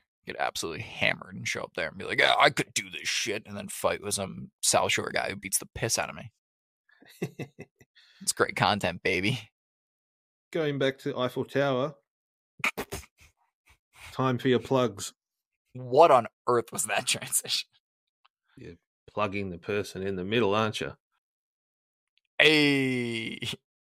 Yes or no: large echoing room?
no